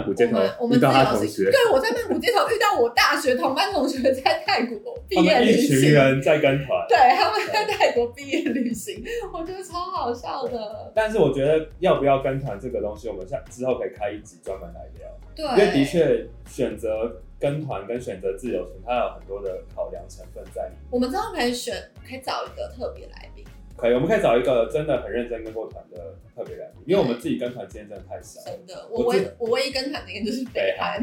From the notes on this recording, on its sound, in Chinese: 首錄音質不佳請見諒